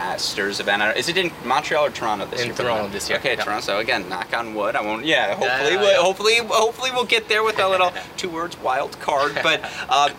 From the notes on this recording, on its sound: live from the Cranbrook Tennis Classic